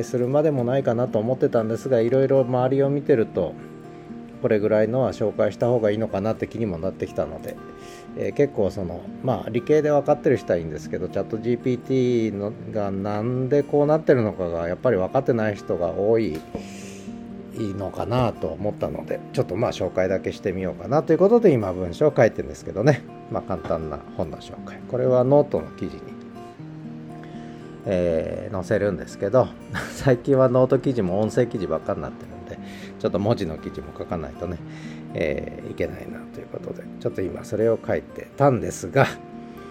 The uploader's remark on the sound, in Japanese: 北海道犬の冬一郎くんのお散歩の音声を収録しており